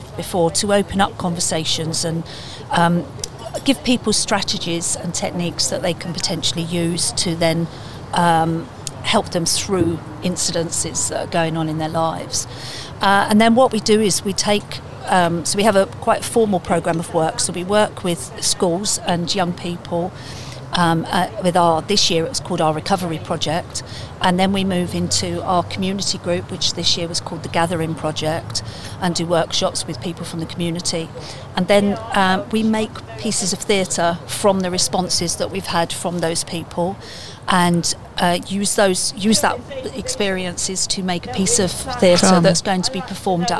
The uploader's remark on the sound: Joins us in the discussion outside of Willow's Coffee House in the town.